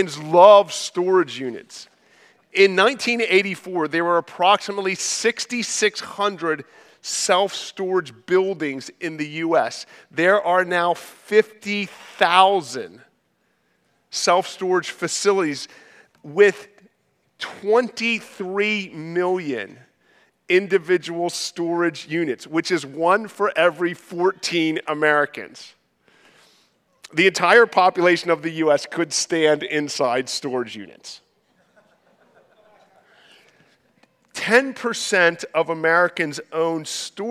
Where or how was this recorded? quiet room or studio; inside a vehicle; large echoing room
large echoing room